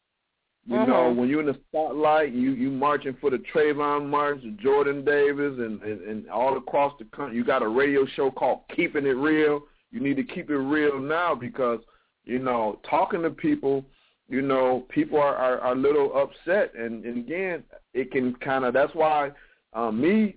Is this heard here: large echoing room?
no